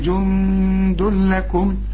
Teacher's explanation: النون اخفيها وغنها عشان الدال من حروف الإخفاء